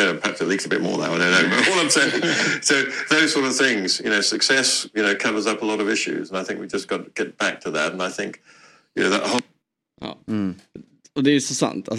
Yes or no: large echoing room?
no